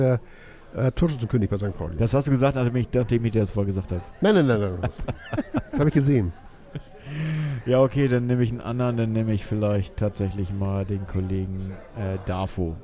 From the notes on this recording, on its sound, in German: Live aus er Taverna Plaka in der Schanze.